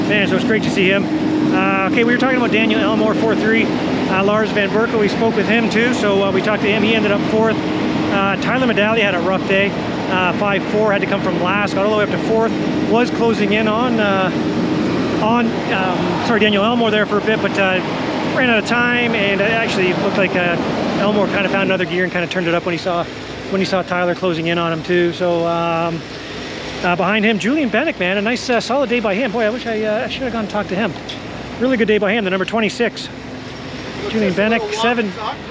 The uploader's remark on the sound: Walk And Talk | 2023 Canadian Motocross Nationals at Sand Del Lee.